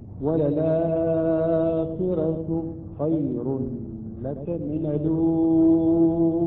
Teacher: هذا المد هنا مد البدل في قراءة ورش يمد هذا المد إلى خمس أو ست حركات